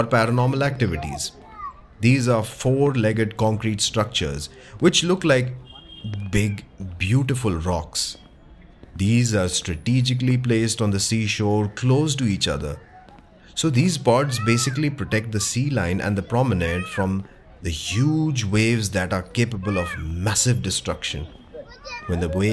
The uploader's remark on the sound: You and I will visit some prominent buildings, landmarks, and food joints with actual ambient sounds and noises. Watch your step as we cross streets and avoid traffic as we go about on this storytelling tour around the Flora fountain & Hutatma Chowk in the Fort area of South Mumbai.